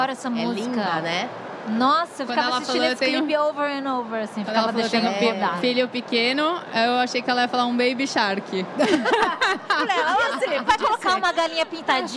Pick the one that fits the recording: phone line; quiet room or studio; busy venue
busy venue